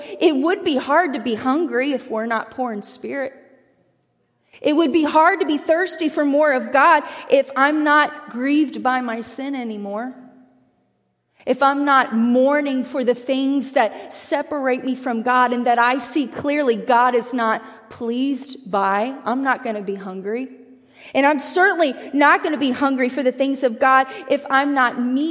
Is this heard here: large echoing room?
yes